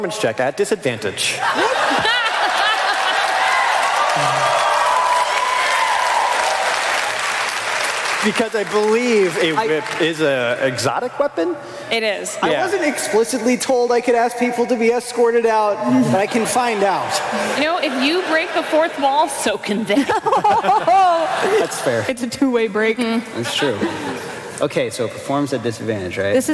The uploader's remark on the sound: Live from PAX South 2019.